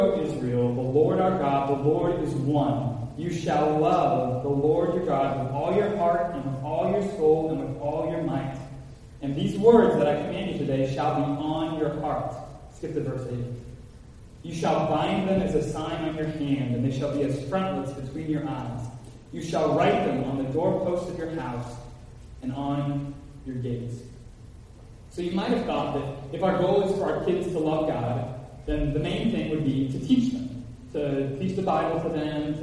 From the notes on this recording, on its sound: Apologize ahead for echo in Audio recording.